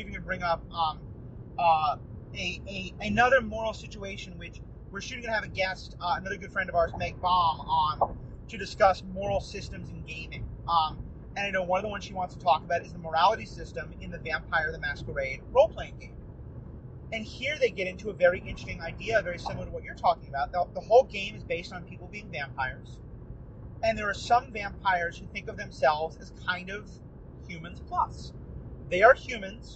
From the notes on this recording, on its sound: While zooming down a highway? We took advantage of another long car trip to bring you a car talk episode, recorded on a phone in a car.